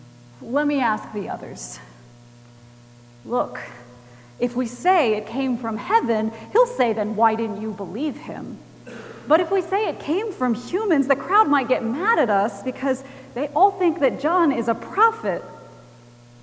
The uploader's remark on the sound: Recorded March 29, 2018 at Trinity Presbyterian Church in Bixby, Okla.